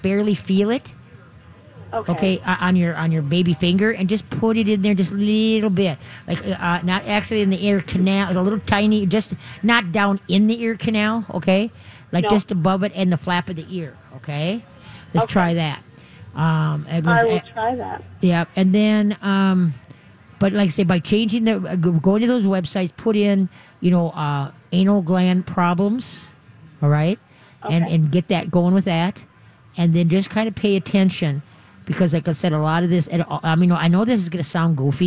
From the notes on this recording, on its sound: Live from the State Fair!